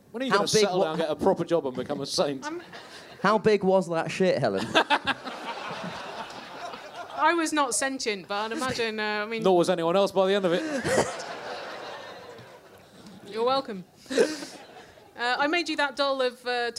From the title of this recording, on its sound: Bonus Live Bugle